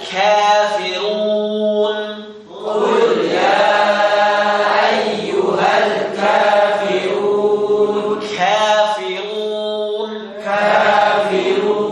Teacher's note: Huruf kaf, ciri utamanya, sifat yang menonjol adalah dia keluar anginnya, keluar udaranya.